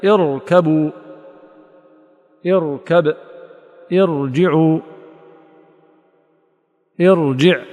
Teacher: تفخم الراء ولا ترقق، وذلك لإلغاء تأثير هذه الكسرة لضعفها بالانفصال أو بالعروض